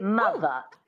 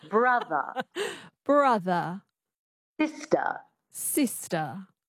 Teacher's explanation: But in this accent, the transatlantic accent, you drop the R and you make it a schwa, which is a phonetic symbol for an unstressed syllable, like a primitive grunt.